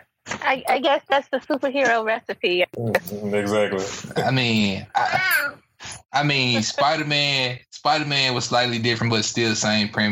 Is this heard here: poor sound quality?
yes